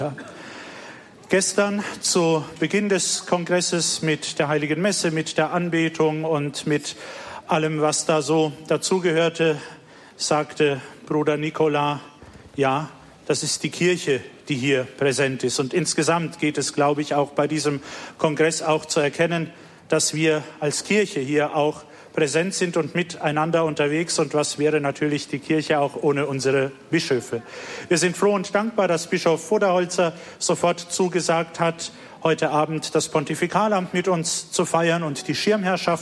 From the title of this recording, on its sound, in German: Kongress Aschaffenburg - Vortrag